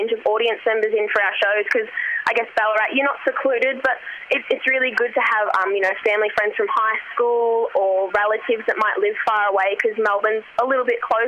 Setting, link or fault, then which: link, phone line